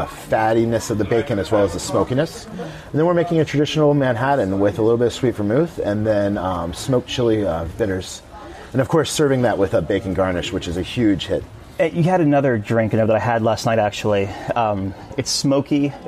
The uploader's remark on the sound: Carnival Horizon Live Broadcast. We are broadcasting straight from Carnival Cruise Line's newest ship, Carnival Horizon.